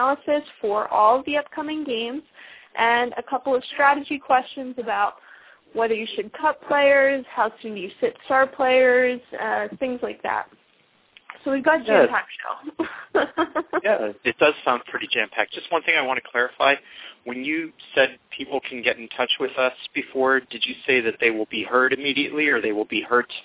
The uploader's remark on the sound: fan interaction via phone